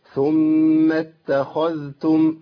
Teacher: التاء تخرج من طرف اللسان مع اصول الثنايا، والذال تخرج من طرف اللسان مع اطراف الثنايا